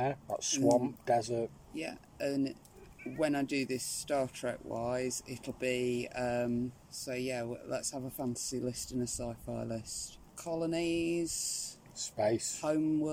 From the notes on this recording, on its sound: we're out by a campfire in our back garden